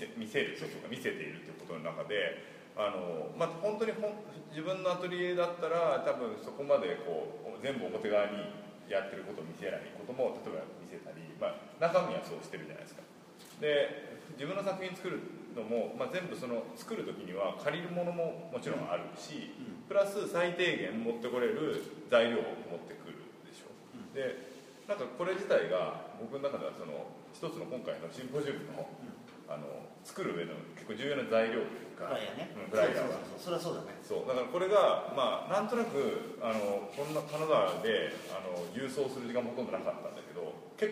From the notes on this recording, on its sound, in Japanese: 会場：金沢美術工芸大学 展示室。OUTBOUNDー彫刻シンポジウム外伝 のトークイベントの録音です。